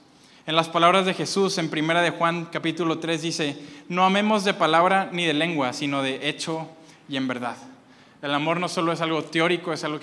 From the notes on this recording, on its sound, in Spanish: Este mensaje fue grabado el domingo 25 de febrero desde Aliento en Monterrey, NL.